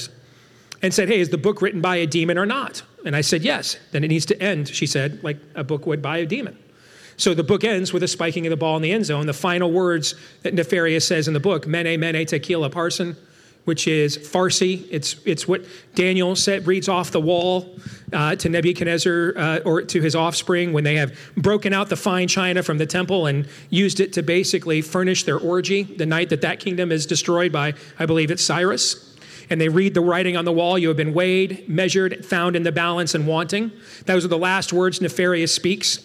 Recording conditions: busy venue